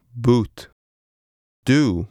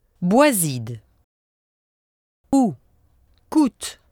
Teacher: No such sound is found with the French vowel. The French vowel is tenser, with no off-glide W sound. · Shown in: second take · So keep your muscles tense and do not move your tongue or jaw.